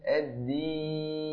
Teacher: ومخرجها الصحيح هو من ظهر طرف اللسان مع أصول الثنايا العليا. الدال تأتي من وسط ظهر طرف اللسان، فحاول أن تأتي بها من وسط ظهر طرف اللسان مع أصول الثنايا العليا.